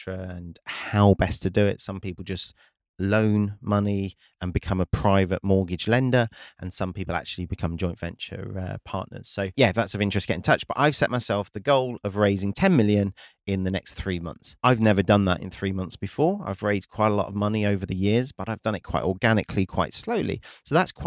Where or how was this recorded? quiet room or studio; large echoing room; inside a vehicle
quiet room or studio